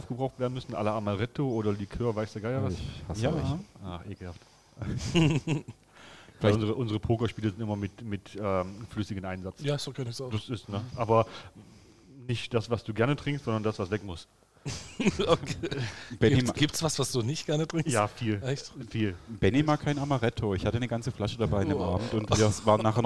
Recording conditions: busy venue